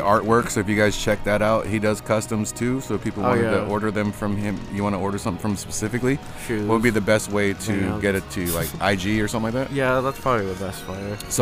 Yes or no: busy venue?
yes